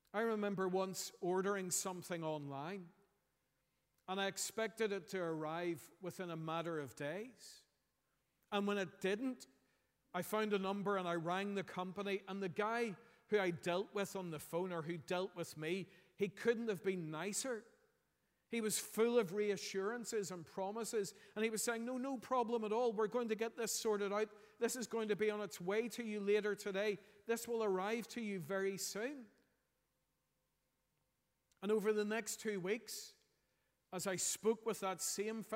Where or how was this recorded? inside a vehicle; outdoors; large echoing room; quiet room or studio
large echoing room